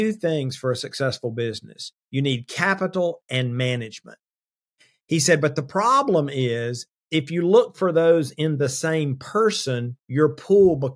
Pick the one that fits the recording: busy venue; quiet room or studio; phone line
quiet room or studio